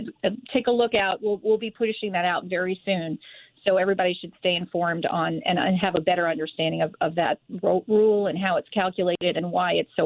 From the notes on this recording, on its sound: call into The Lisa Wexler Show